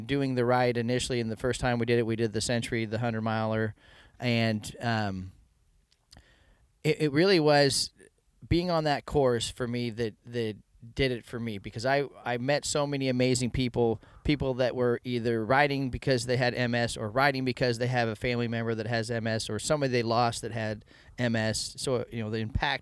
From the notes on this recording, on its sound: For this podcast I parked my van outside the Brickhouse Tavern in Vancouver Washington and talked to some TRK members during BrewFest.